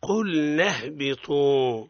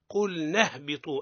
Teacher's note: قل نهبط من نون مباشرة إلى الهاء · Term: همزة الوصل